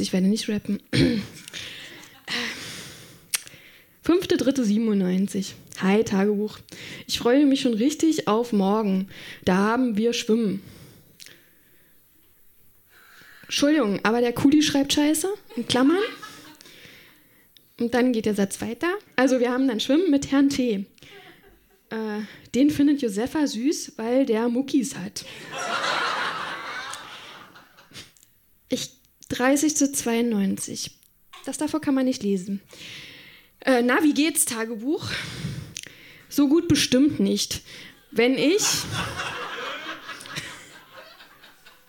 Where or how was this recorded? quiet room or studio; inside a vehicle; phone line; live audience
live audience